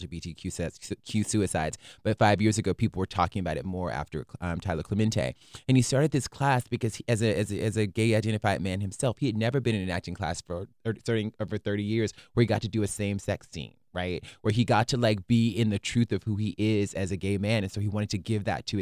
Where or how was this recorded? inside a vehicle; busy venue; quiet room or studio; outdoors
quiet room or studio